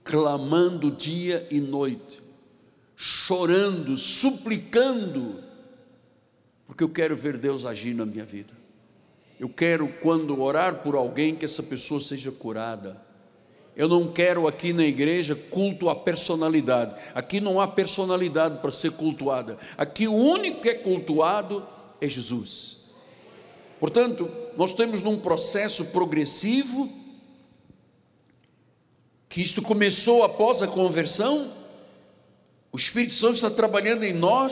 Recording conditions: large echoing room